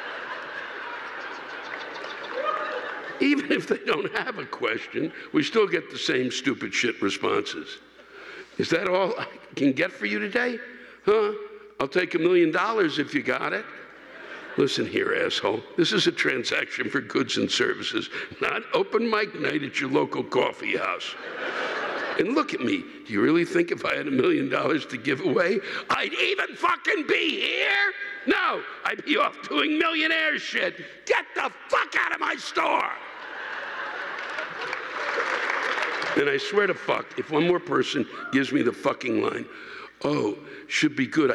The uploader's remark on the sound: This week’s live rants come from the Hanover Theater in Worcester, MA on 12/8/19.